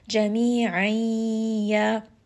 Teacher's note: make sure that you are kind of merging this together and connecting this noon ساكن sound followed by the ya. · Term: إدغام with غنة